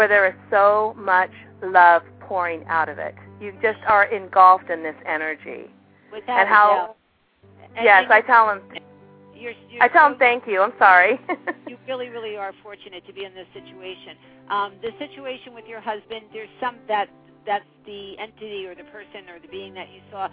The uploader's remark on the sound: live call-in radio talk show